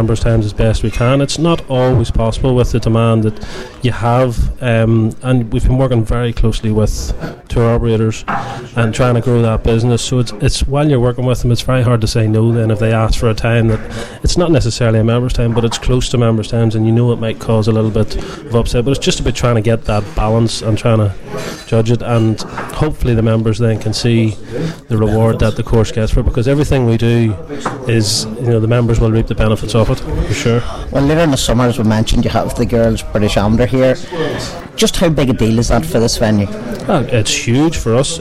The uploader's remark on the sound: An outside broadcast from Ardglass Golf Club